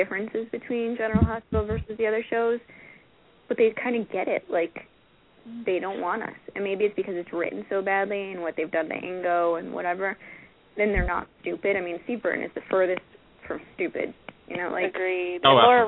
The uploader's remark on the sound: we open the phone lines to the fans